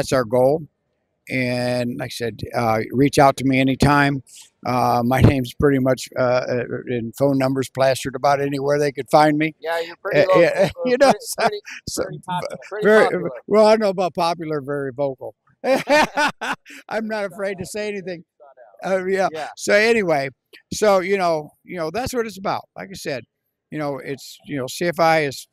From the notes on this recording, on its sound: Live from TISE 2024. This week the guys are in beautiful Las Vegas, Nevada.